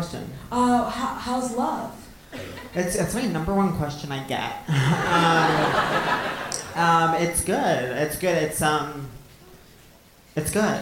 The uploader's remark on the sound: Live From The Bell House